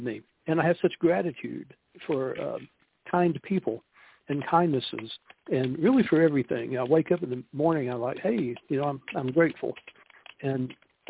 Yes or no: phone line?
yes